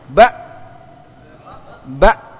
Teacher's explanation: Ketika kita ucapkan hamzah dan ba, khususnya ketika ditasydid, itu nafas berhenti. · Term: Jahr